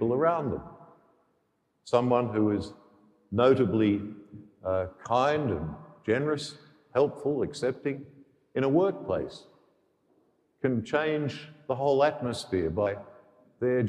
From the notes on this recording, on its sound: The homily for the 11th Sunday in Ordinary Time, Year B, from Sacred Heart Cathedral, Hamilton.